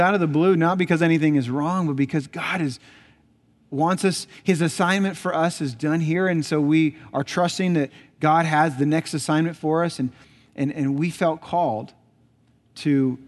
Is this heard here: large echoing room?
yes